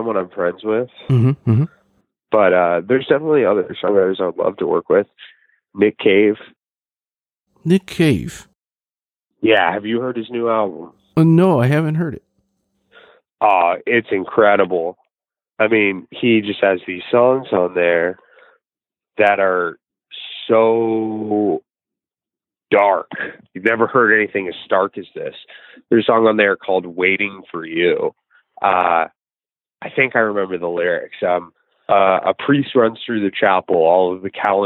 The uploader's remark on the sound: The interview was supposed to happen in person. We spoke by phone.